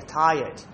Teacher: forget the R. Imagine there's a Y there